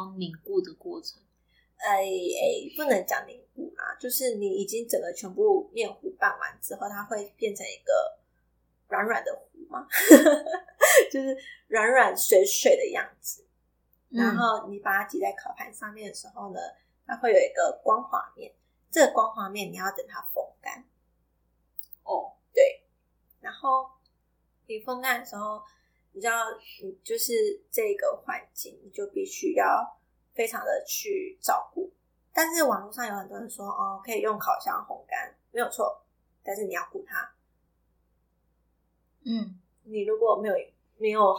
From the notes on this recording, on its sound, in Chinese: 這集有較多雜音